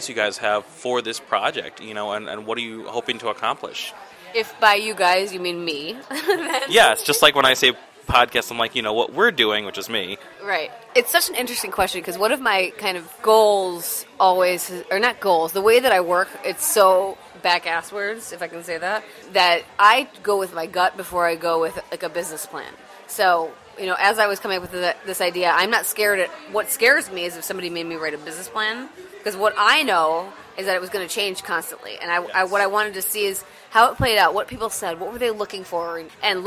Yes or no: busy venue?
yes